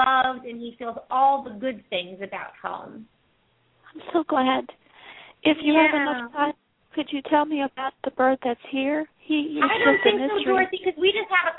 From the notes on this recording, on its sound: Pet Psychic Radio. Open up the lines for listeners to call in to ask questions to their animals.